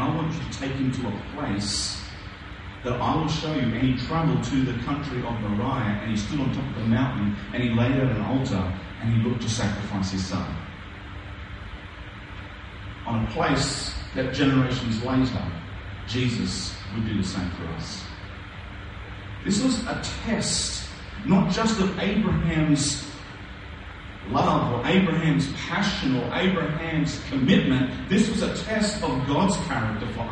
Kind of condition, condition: fault, poor sound quality